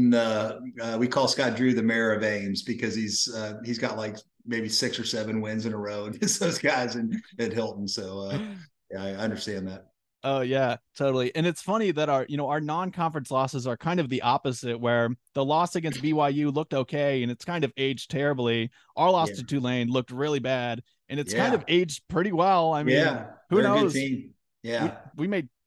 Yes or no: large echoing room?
no